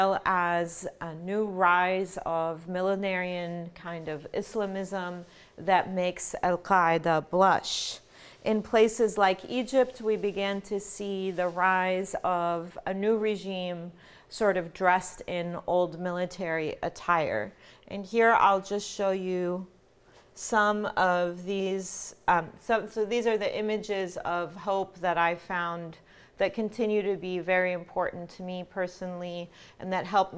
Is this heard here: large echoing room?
yes